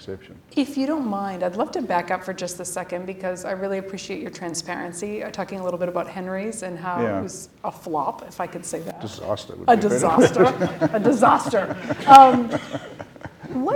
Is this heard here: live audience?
yes